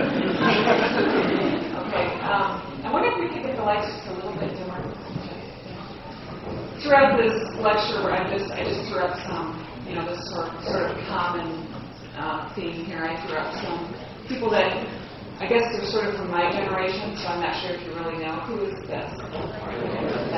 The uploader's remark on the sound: Medical Student Lecture. Sorry about the poor audio quality.